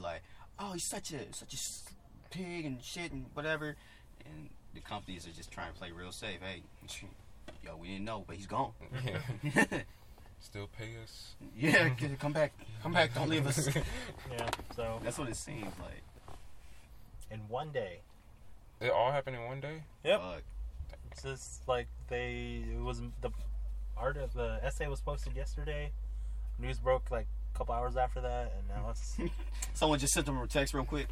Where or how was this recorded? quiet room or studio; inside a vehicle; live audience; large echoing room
inside a vehicle